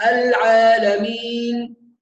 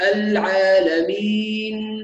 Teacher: في الوقف على العالمين النون عندما نقف عليها فيها خطأ أيضا شائع جدا. بعض الناس تقف على النون ثم تغلق الفم فتخرج النون كأنها مشمة بصوت الميم · Shown in: first take · صوت الميم، فنسمع العالمين، يغلق الفم، وهذا خطأ.